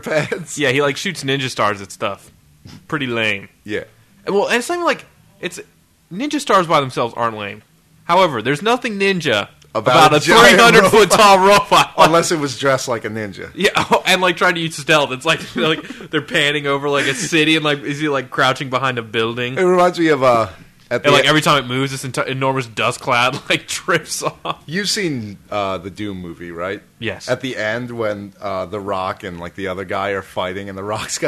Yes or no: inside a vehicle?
no